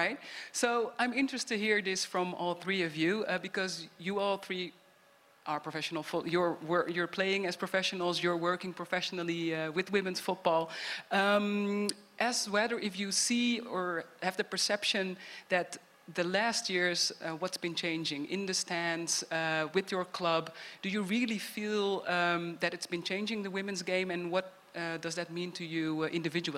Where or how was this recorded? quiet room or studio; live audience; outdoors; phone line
live audience